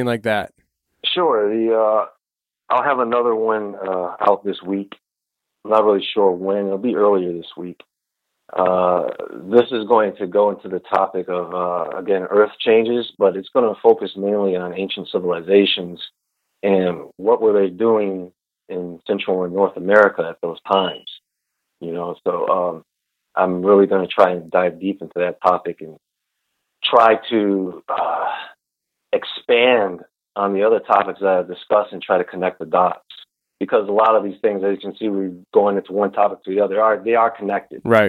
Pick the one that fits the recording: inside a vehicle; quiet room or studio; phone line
phone line